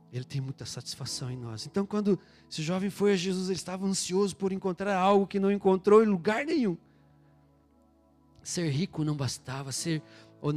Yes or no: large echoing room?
yes